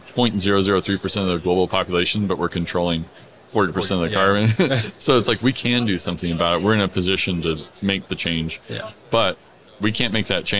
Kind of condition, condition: setting, busy venue